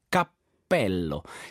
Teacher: In questo caso abbiamo una P che è difficile da rendere doppia in italiano proprio a livello fonetico e quindi bisogna un po' prolungarla in modo artificioso. Cappello, in questo caso sembra addirittura che io abbia fatto una pausa